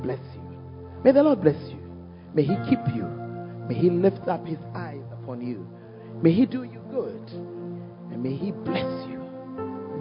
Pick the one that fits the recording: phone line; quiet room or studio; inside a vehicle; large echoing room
large echoing room